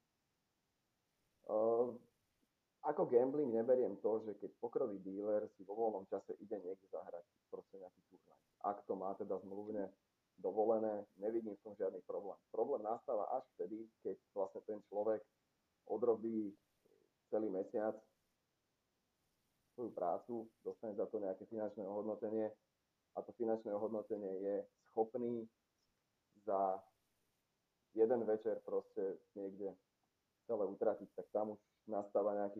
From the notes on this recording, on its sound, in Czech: Velmi se omlouvám za zhoršenou kvalitu zvuku, který se mi v této epizodě nepovedlo uhlídat.